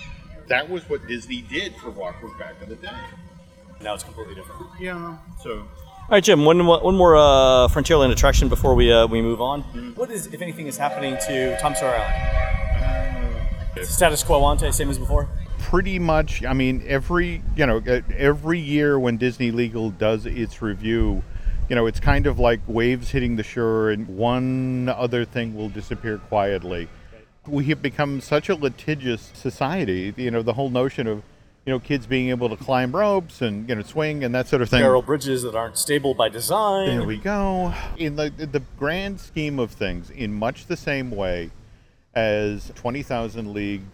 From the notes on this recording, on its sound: continue their audio tour of the 2018 version of WDW’s Magic Kingdom with a stroll along the Rivers of America.